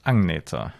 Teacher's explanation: Es wird GN geschrieben, aber NG ausgesprochen.